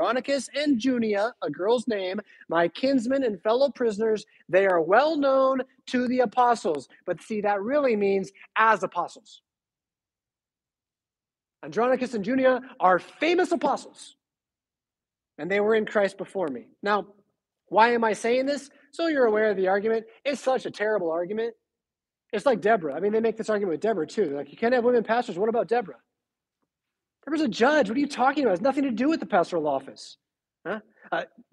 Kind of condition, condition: setting, large echoing room